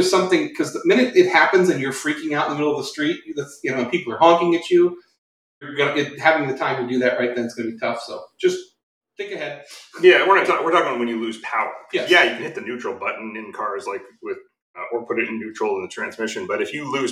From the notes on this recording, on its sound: We had some serious audio issues with Riverside, our online podcasting host.